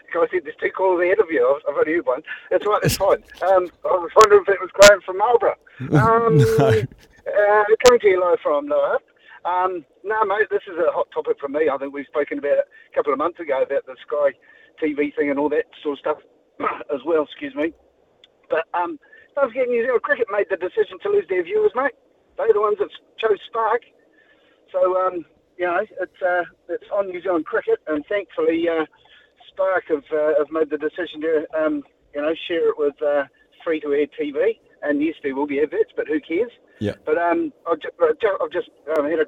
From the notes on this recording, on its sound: hits the phone and text lines to see what the listeners think